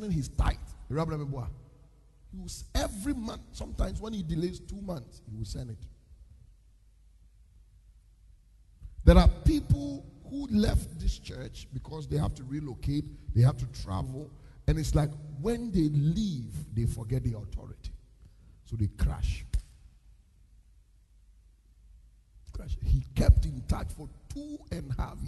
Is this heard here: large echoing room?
yes